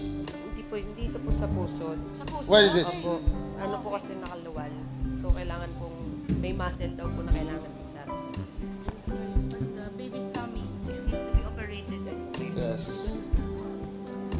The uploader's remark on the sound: Preached during a pastors' and leaders' conference at the Cathedral of praise in Manilla Philippines on the 3rd of December